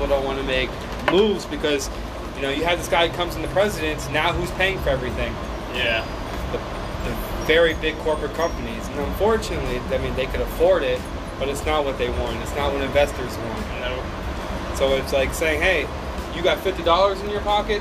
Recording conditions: background noise